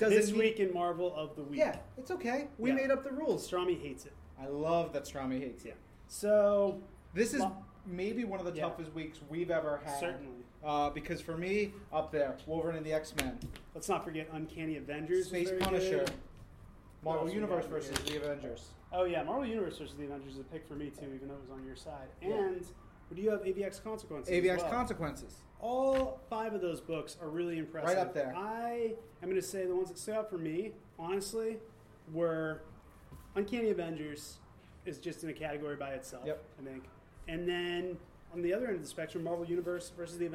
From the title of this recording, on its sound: Live from NYCC